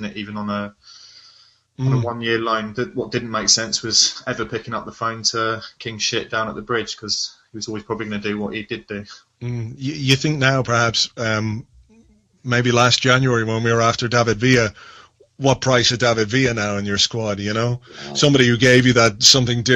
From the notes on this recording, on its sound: Live end of window hangout. Recorded live as a Google hangout.